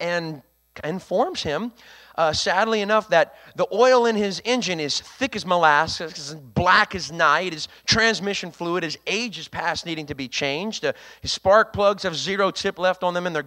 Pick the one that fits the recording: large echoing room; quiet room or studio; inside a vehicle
large echoing room